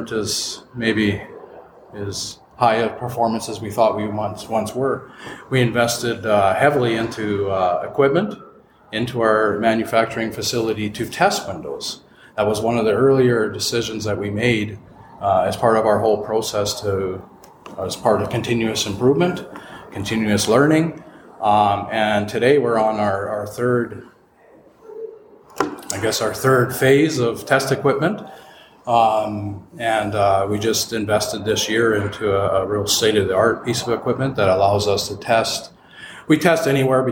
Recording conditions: busy venue